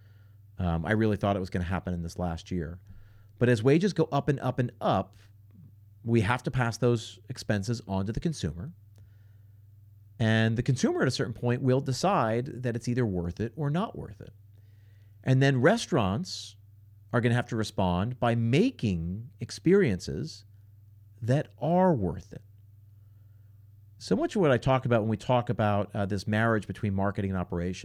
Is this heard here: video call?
no